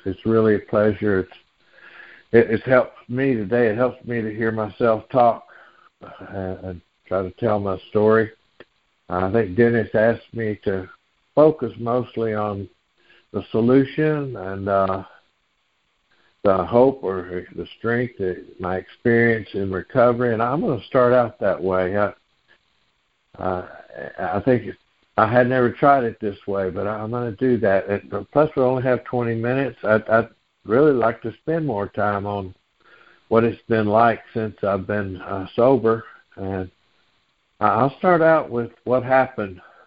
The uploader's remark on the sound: Noon Phone Meeting Speaker Series